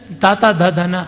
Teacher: ಹಲ್ಲುಗಳು ನಾಲಿಗೆ ಸೇರಿದಾಗ ಆಗುವುದು